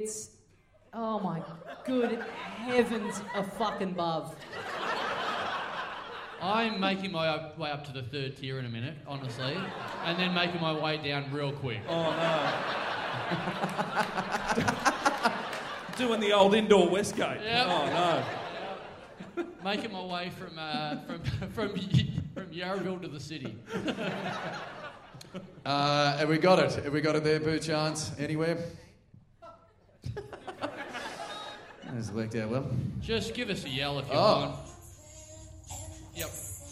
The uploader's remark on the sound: LIVE at The Athanaeum!